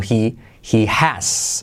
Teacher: Esa H de he has se salta, como verás en la transcripción.